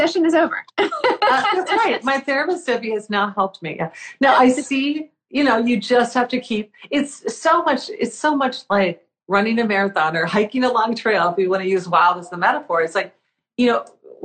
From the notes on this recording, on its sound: did an Instagram Live